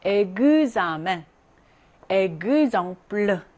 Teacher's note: 요거는 으엑스라고 생각하시면 돼요. 으엑스는 으엑스 플러스 모음이 나오게 되면 그즈 발음입니다. 그즈.